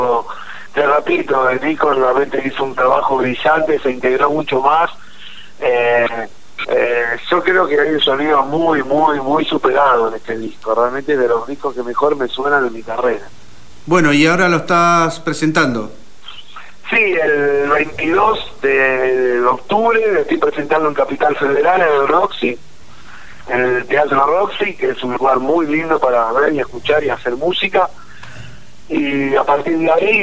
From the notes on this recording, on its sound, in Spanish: Entrevista telefonica